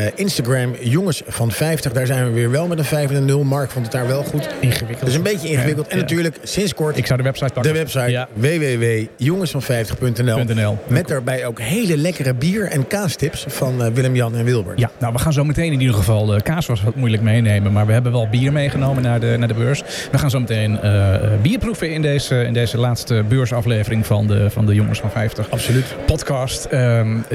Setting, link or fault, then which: setting, busy venue